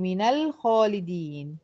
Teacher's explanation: يبقى من الجارة أول استثناء لحفص إن أنا هحركها بالفتح